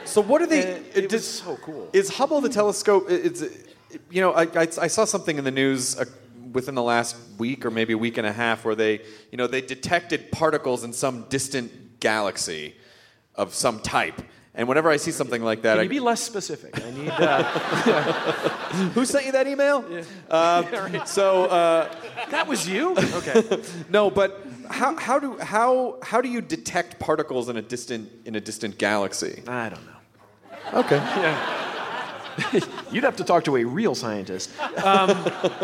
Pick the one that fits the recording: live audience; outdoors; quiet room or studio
live audience